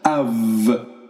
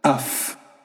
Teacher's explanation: If what follows is a voiced sound, then the Ypsilon becomes a V sound, av. And if a voiceless sound follows, the Ypsilon becomes a F sound, af.